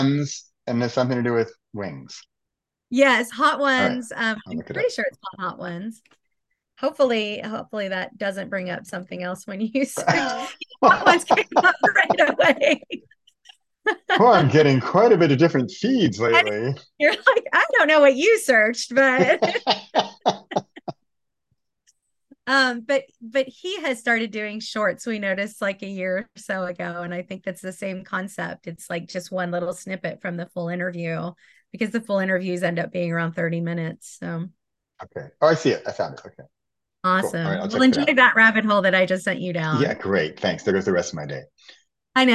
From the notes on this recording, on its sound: recorded from our Zoom call